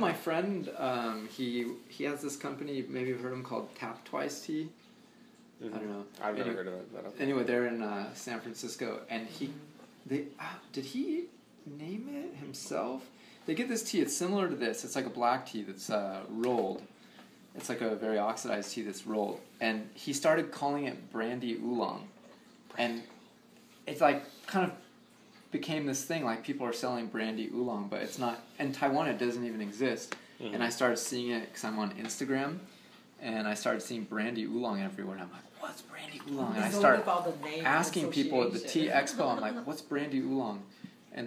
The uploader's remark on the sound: The audio will not be as nice, I think I recorded it with my phone.